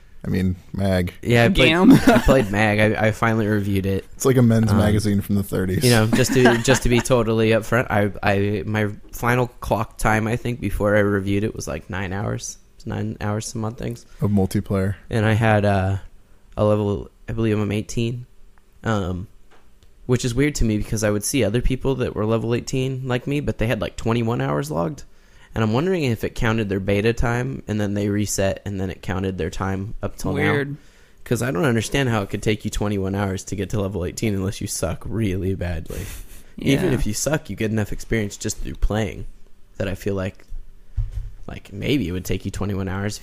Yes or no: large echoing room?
no